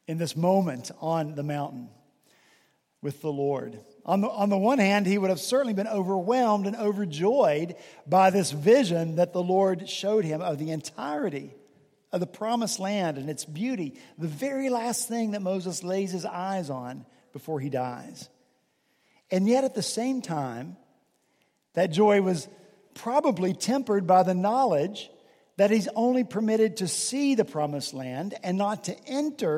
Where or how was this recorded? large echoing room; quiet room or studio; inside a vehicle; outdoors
large echoing room